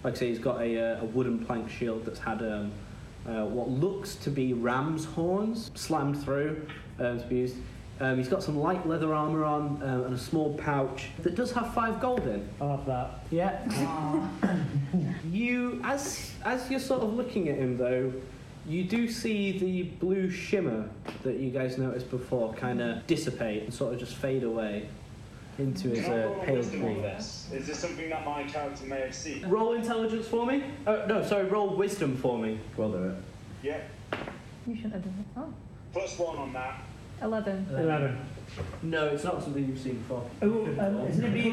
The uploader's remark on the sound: This is another episode from our backlog so apologies for the quality again. We have recently bought some new microphones and made changes to our recording set up so expect some improvement soon.